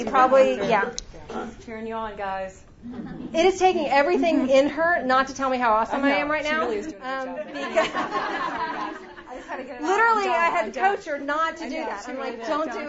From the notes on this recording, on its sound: The following audio comes from the 2016 National Disciple Making Forum with Discipleship.org. One of those 10 tracks was hosted by Downline Institute.